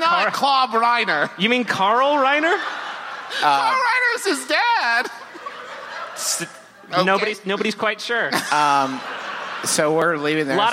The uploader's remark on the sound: Here's a live performance from The Lincoln Theatre, in beautiful, humid Washington D.C.! A perplexing audience question.